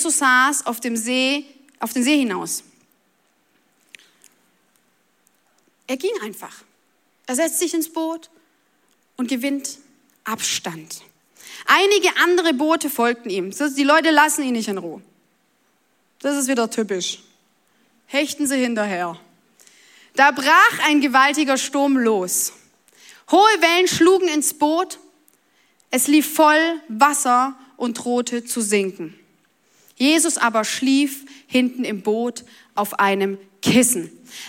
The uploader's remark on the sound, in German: Audiomitschnitt der Predigt